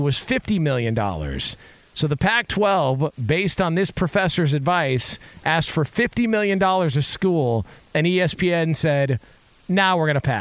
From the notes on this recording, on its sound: Live from a tarmac in Newark.